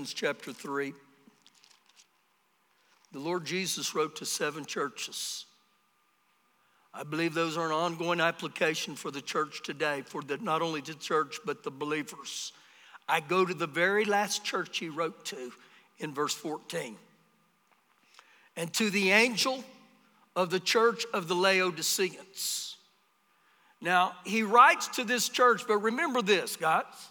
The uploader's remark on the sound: Recorded live during our Sunday morning service